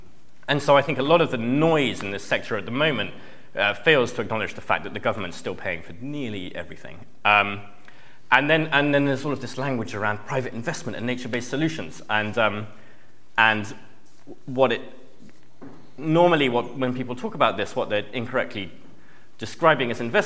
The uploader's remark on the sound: On this live podcast recording of Talking Cop.